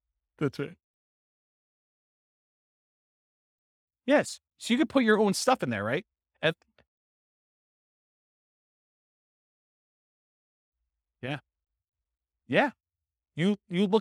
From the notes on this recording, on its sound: This was a live class recorded